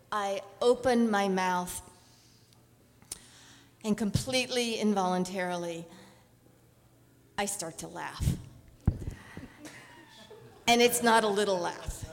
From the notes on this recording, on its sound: On The Road Series. Live in Dallas, OR. Portland Story Theater.